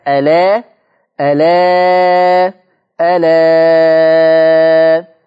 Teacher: شلت الهمزه خدت الفتحة اللي فوق الهمزة حطتها على اللام فبقت ألا ولا ننسى أن فيها بدل فطالما أن فيها بدل · Term: نقل